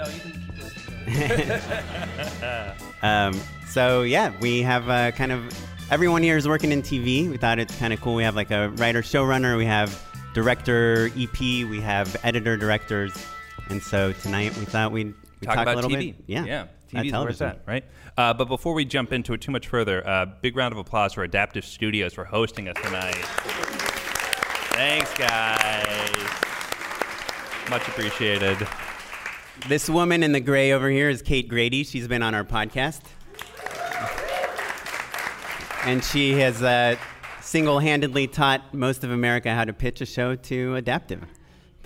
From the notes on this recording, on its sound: We're doing it LIVE! A live recording in front of a packed audience of Just Shoot It Listeners.